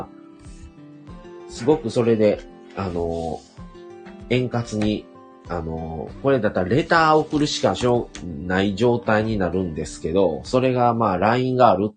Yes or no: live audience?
no